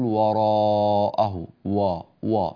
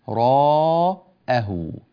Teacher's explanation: إلى كلمة وراءه، في هذه الكلمة لدينا حرف الواو بما وراء، الواو وبعدها راء وألف مفخمتان والهمزة مرققة · Shown in: second take